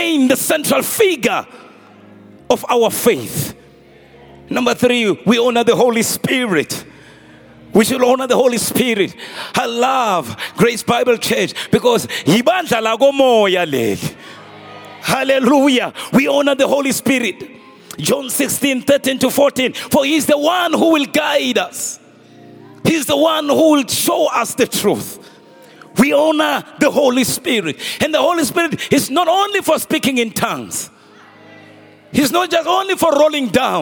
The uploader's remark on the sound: Preached at our Annual Home Coming Conference, Word Explosion 2023, hosted at Grace Bible Church Pimville.